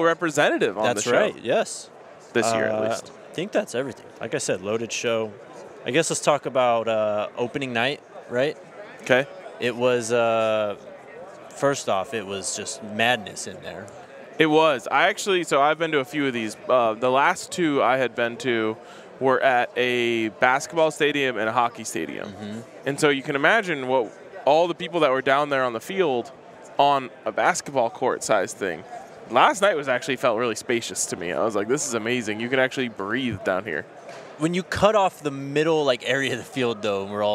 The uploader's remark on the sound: live from Radio Row in Las Vegas.